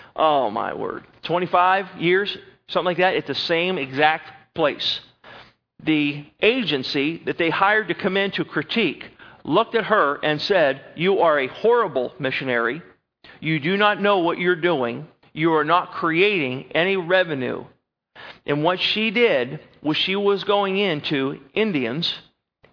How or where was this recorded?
large echoing room